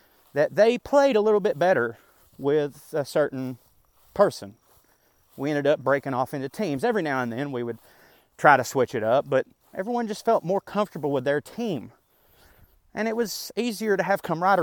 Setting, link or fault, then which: setting, outdoors